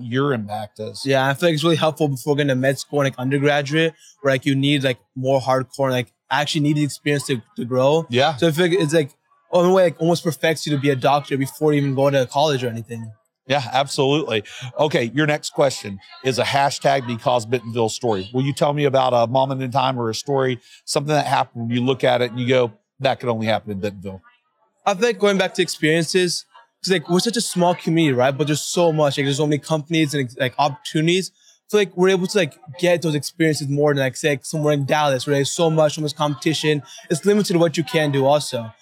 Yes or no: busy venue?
yes